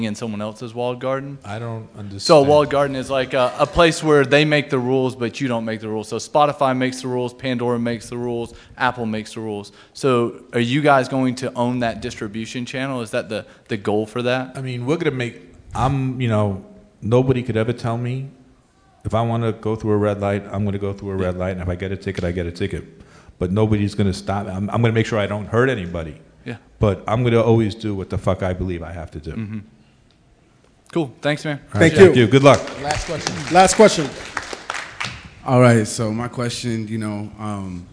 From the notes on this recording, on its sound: At A3C. A special Live recording at the A3C Festival.